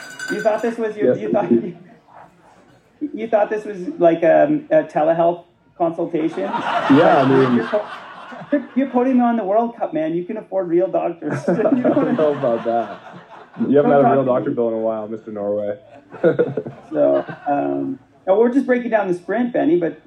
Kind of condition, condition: setting, live audience